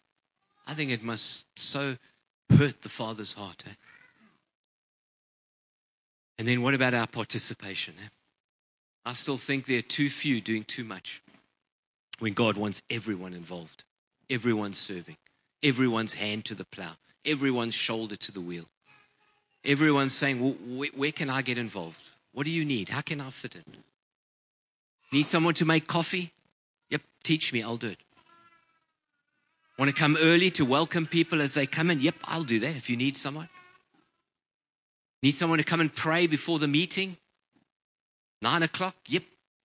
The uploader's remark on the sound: Preached on 19/11/23 at Ngaruawahia